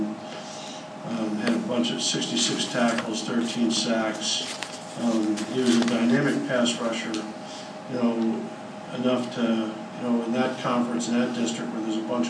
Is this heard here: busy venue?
yes